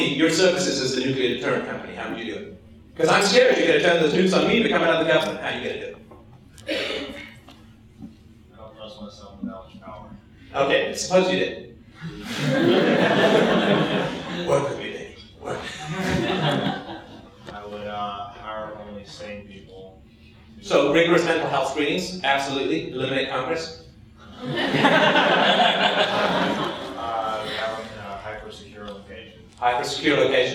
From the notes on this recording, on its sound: speaks at the 2010 Students for Liberty conference at Drexel University, Philadelphia, Oct 9 2010